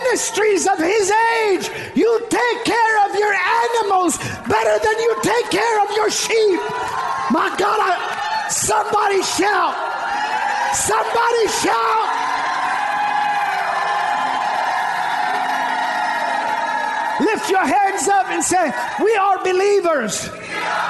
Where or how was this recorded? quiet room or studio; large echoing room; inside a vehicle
large echoing room